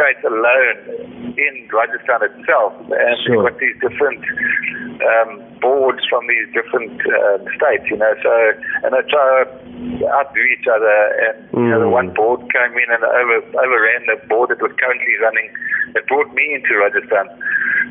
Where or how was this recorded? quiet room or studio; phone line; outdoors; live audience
phone line